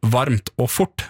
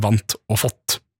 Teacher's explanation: vi som skarrer ofte uttaler hele ord der R kommer sammen med T som varmt og fort, mens rulle-R-folket sier vant og fått · Shown in: first take · Term: skarring